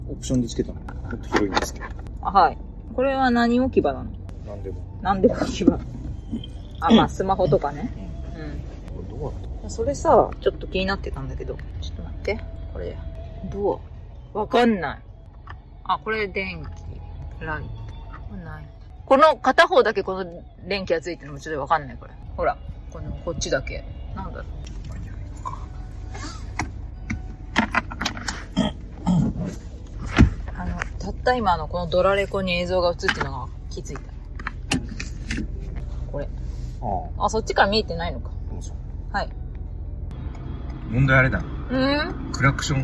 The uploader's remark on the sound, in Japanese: 納車からのドライブの記録。新車が納車されてウキウキしてる様子です。ドライブ音なので所々うるさいです。会話部分を主に抜き出してノイズも除去しましたが、カーステ音が入り込んでるので。機材・設定： iPhone13「ステレオマイク」アプリ／iPhone マイク-前面（Stereo）／ファイル形式 PCM44.1kHz 32bit Float。